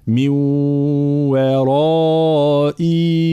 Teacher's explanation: مد بعد الهمزة من وراء مع ترقيق الواو وتفخيم الراء